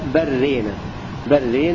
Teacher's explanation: إدغام اللام في الراء برينا لأن الذي يسكت عليها ويظهرها حفص وغيره يقرأ بالإدغام.